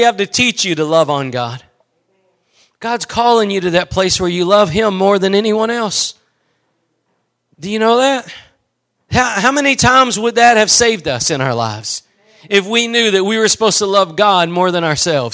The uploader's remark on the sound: Preached at Gospel Lighthouse in Bossier City, La.